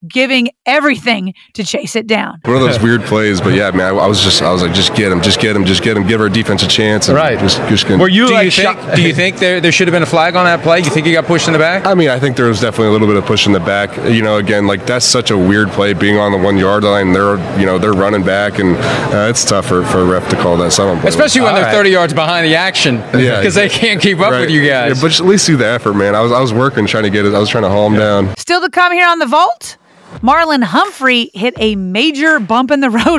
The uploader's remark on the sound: on Super Bowl Radio Row